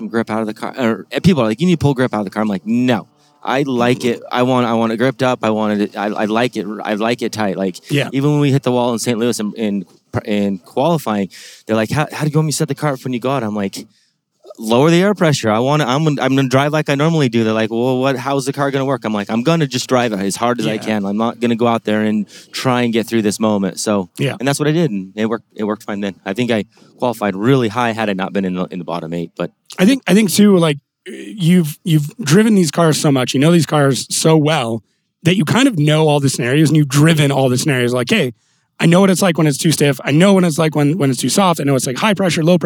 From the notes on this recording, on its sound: This week we are live from Salt Lake City Utah, for the Pro Spec Finals.